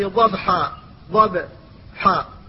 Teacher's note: فالباء هنا ساكنة ولكن سكونها في غير الوقف، فتظهرها لكن إظهارها أقل من إظهارها في الوقف · Term: القلقلة